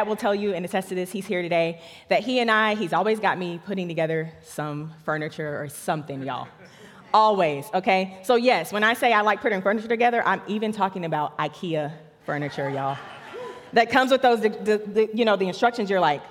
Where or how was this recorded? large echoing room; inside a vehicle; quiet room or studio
large echoing room